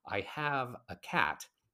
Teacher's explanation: I'm intentionally repeating the short A sound on the stressed syllables in the line